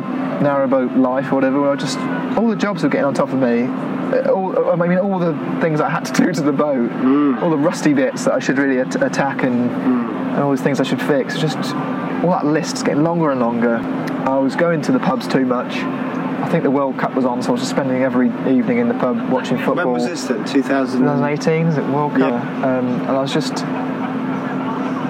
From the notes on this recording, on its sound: Recorded outdoors at Gas Street Basin.